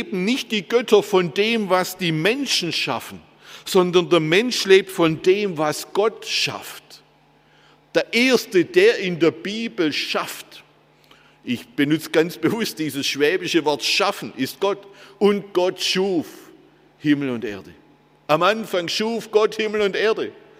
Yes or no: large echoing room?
yes